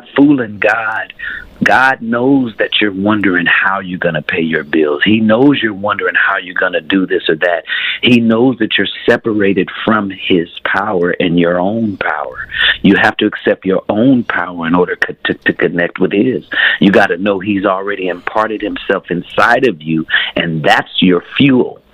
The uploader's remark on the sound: Phone Guest.